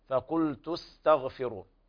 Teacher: طبعا الهمس هنا لا يظهر إلا كان ذكر الحرف ساكن، والهمس يكون في حرف السين، نعم، والسين فيها صفير